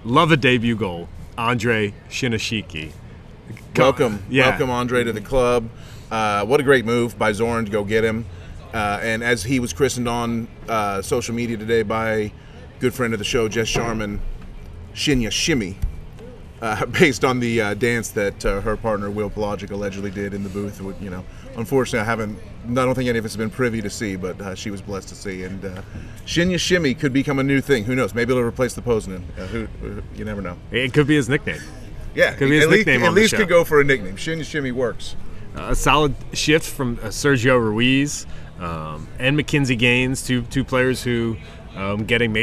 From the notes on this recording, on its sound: they record on the patio at Triple C Brewing Company